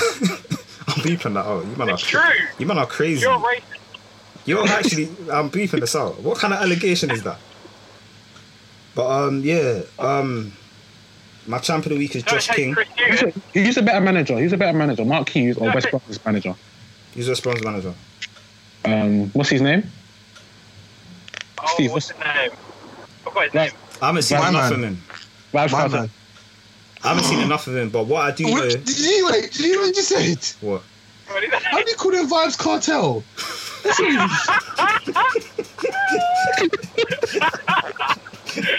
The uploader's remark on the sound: First of all Apologies for the sound quality. Recorded whilst driving (hands free of course, safety first and that).